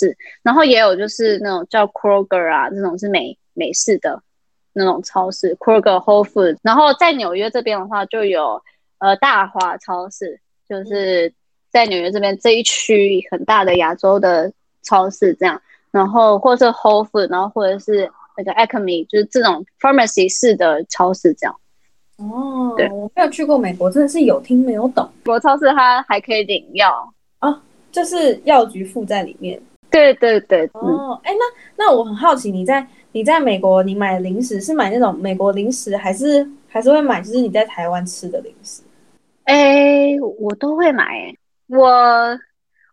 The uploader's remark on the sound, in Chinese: 因為她在美國 所以一樣是用遠距離的錄音。錄音品質沒有到很好 而且網路問題也有稍微小卡。